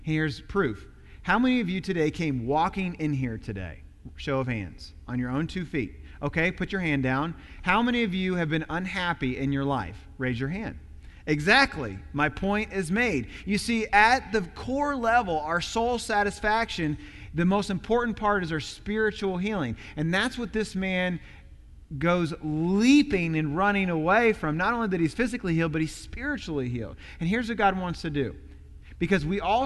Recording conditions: large echoing room